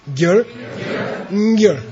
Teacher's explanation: The second one has a slight prenasal.